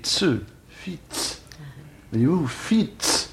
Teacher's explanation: On prononçait ce qu'on appelle une affriquée tse